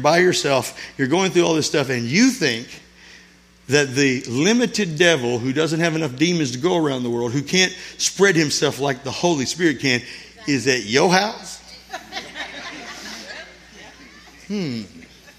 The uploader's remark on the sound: This sermon was recorded at Family Worship Center in Florence, SC